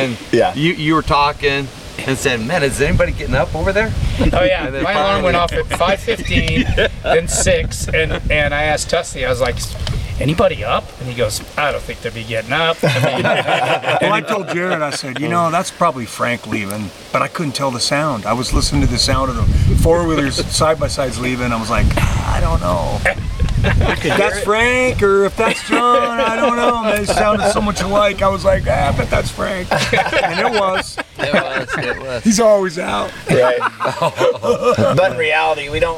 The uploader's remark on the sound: We filmed this outside, the wind was blowing a bit, so there is a high probability of some background noise